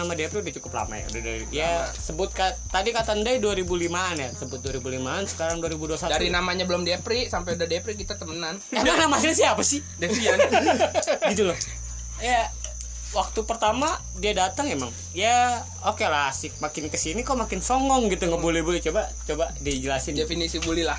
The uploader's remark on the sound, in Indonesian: Audio gak jelas dan kalo ada suara kresek2 itu kita lagi makan kacang.